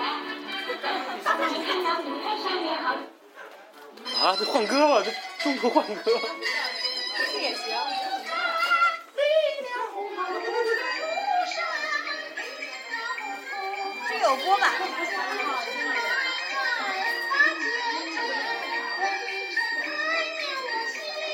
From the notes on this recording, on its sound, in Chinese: 仙居，捡来的秘密基地。身临大自然为大家录制的节目。这也是#假电台#第一次走出去主持节目。